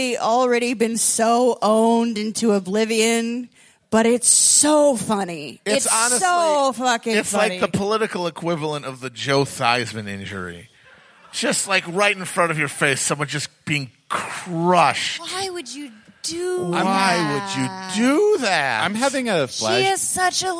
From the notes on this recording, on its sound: In the end of our run of Live Shows. Three segments from our shows last night at the wonderful Cedar Cultural Center in Minneapolis, MN.